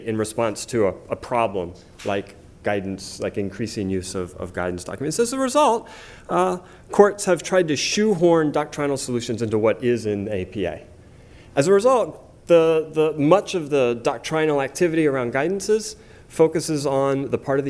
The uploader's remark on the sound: The following is taken from the Regulation and Rule of Law working group, Conference on the Role of Executive Power and Discretion Under the Rule of Law.